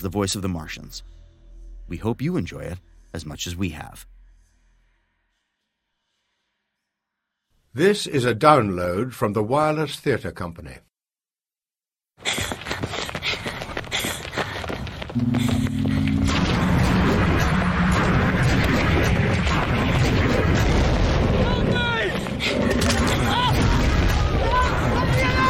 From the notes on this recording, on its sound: It was recorded on location at Horsell Common, Surrey.